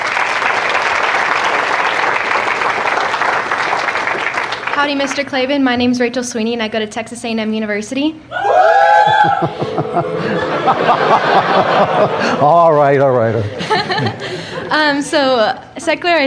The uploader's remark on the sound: Speaks live in front of a student audience at Young America's Foundation's 44th Annual National Conservative Students Conference held in Washington DC.